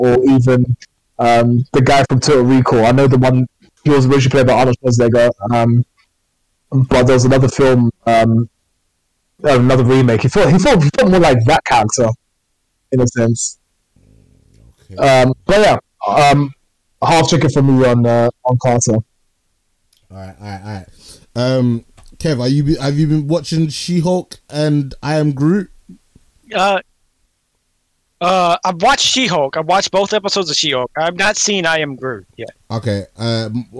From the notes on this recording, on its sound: Apologies for the audio quality and dodgyness. My internet was just not having it on the recording.